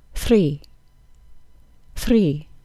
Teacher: A tapped R sound would sound like this three, three. That's the sound you don't want.